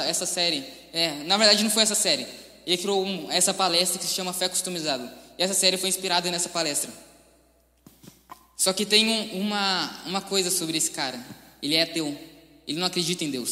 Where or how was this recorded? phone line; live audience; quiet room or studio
live audience